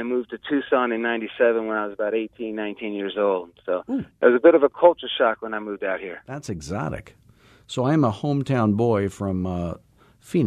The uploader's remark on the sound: Live Coaching Call